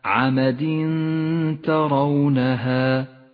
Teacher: المثال التالي على حكم الإخفاء في قوله تعالى: عمد ترونها، التنوين جاء بعده حرف التاء، نخفي التنوين بالتاء مع بقاء غنة للتنوين من غير تشديد، ولذلك ميز التنوين باللون الأخضر إشارة إلى الإخفاء وموقع الغنة.